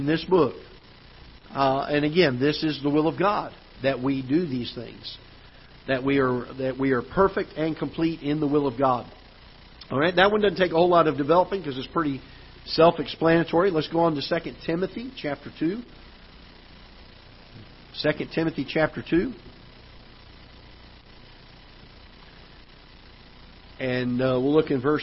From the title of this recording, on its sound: Ketha Heights Baptist Church ~ Live Broadcast